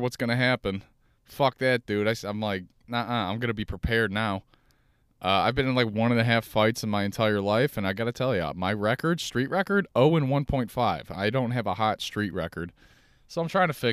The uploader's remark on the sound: Listen to me talk in my car.